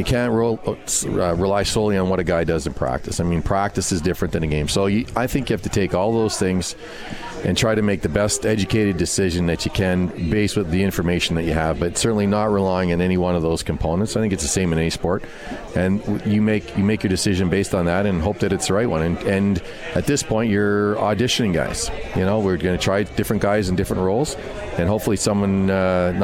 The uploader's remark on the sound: Comets Insider live from Swifty's.